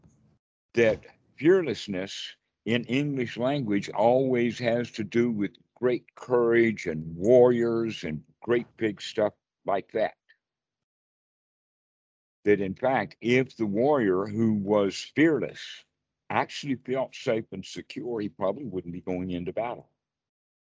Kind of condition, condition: link, video call